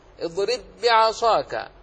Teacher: ذهبت الباء الأولى وما بقيت إلا الثانية مشددة · Term: الإدغام